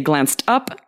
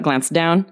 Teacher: if you say glanced up, you hear that T, but glanced down, you basically don't say anything at all